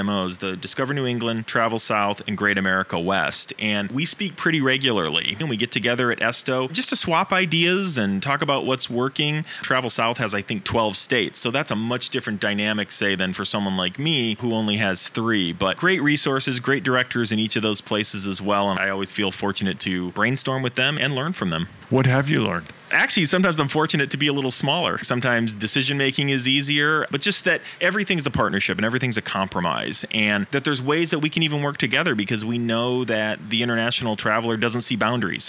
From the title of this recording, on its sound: Live From IPW